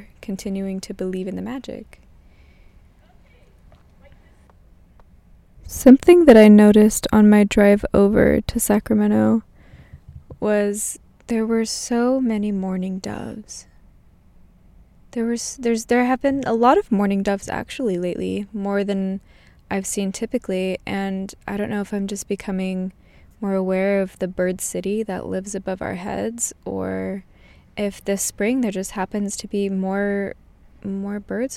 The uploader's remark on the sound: In my car in downtown sac, it's at least 80 degrees Fahrenheit in here.